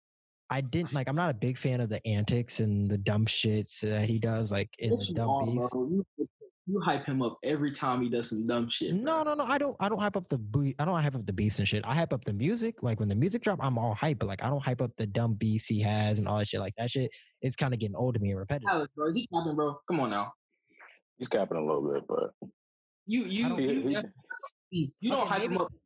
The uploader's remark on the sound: The Lousers are all together again on a special zoom episode.